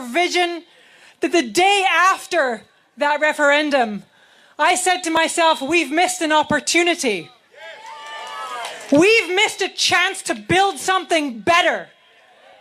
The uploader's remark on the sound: All the speeches from the rally organised by Yes 4 EU and Believe in Scotland which took place in Edinburgh on 2nd September outside of Holyrood.